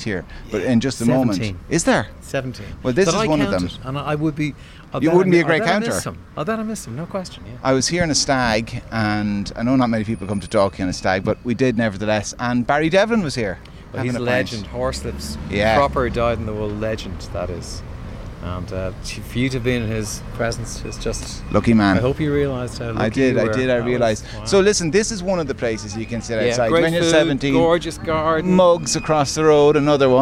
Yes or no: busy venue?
yes